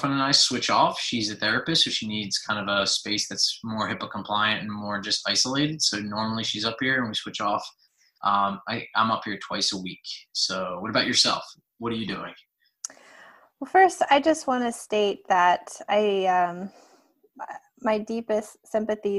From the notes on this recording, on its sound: This episode was a Zoom video (not just audio!).